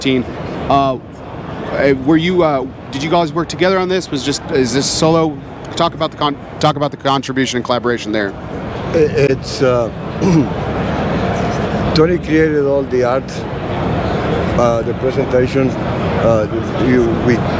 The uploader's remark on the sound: recorded at this year's PCA